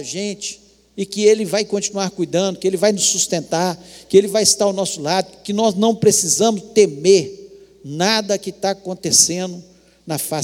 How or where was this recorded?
large echoing room